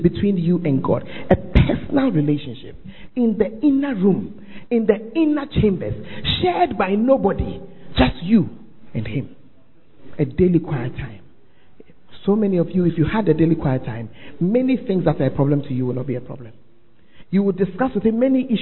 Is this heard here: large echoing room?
yes